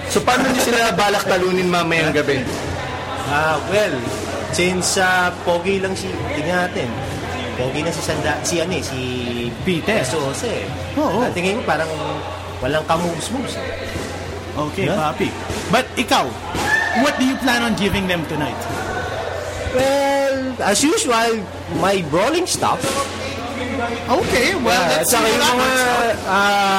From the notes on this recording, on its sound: Comes straight to you live from the PWR Arena in Makati Square!